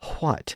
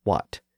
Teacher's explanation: World English also required a slight H sound before the W in words that begin with a WH. · Shown in: first take